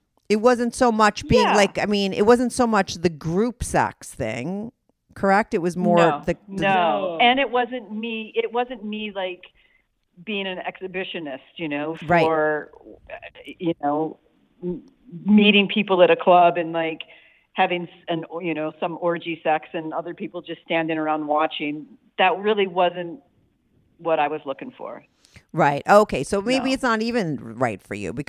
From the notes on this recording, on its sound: they both call in to talk all about it